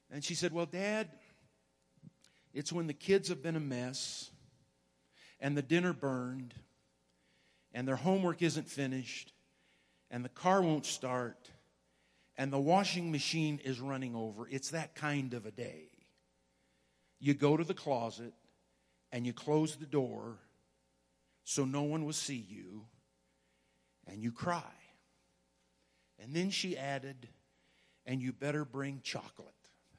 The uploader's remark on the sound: Woodland Life Church Live